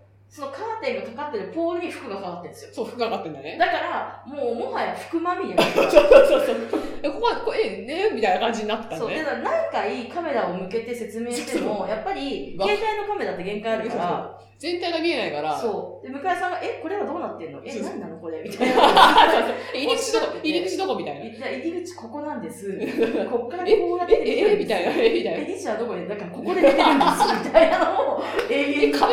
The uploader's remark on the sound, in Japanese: 今月ちょっと音質が悪いです。